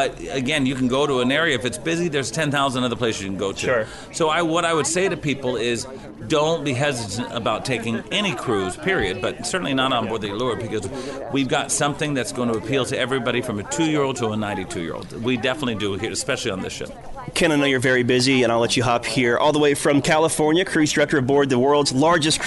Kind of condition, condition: setting, busy venue